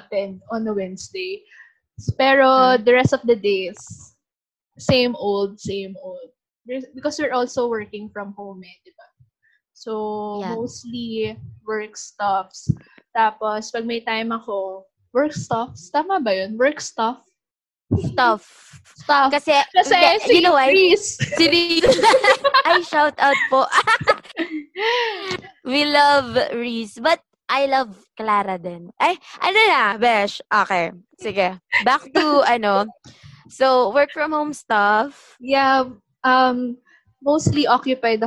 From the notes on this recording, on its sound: The audio still sucks but we promise to use legit microphones on our next episode, cross our hearts!